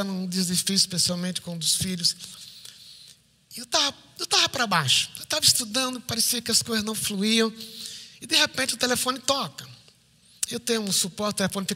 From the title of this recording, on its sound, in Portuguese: IBMorumbi Culto Ao Vivo